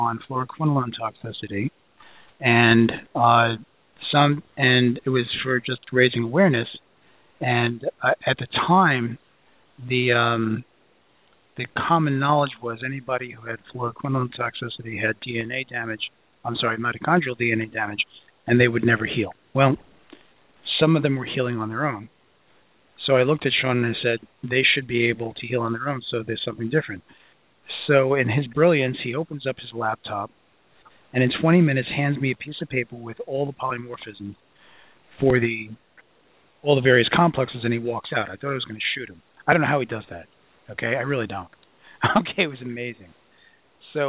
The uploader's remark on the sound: opens up the phone lines for a pure question and answer podcast